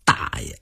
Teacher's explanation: 同样一个爷字儿，读轻音就是爸爸的哥哥，读作大爷，读重音就是北京爷的爷。北京人有的时候也把大爷叫做的爷。正因为爷这个称呼有多种含义，所以按北京老规矩，称爷您要慎重。首先要看对方是不是老北京人，其次要看跟对方说话投不投缘。如果对方不是老北京人，说话又不投机，您以爷称呼人家很容易引起误会。现在咱们经常因为各种原因请客吃饭，这里头啊也有不少的规矩。您比如说最好提前三天邀请，这样最礼貌了。您要说提前不到三天，至少也得提前两天吧，当天再说请吃饭那就不叫邀请了，那叫低了，很没有礼貌的。要是重要的客人，您得亲自上门邀请，客人来